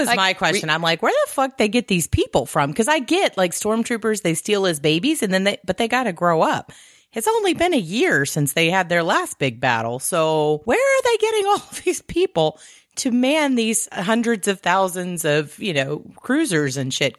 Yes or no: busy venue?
no